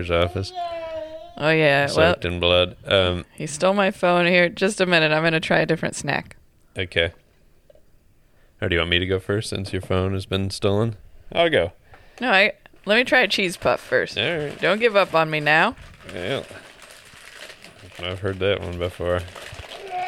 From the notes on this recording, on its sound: We recorded in the morning with our napless toddler in the room